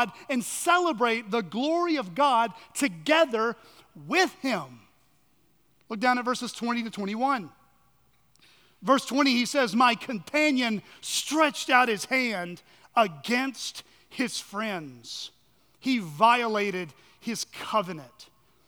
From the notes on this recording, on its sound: at Chaffee Crossing Baptist Church in Barling, AR.